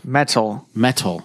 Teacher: I don't vocalize the plosive on the DT sound. Mm. So if I vocalized, it'd be a D.